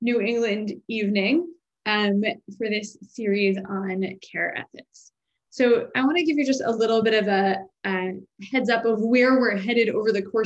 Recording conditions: video call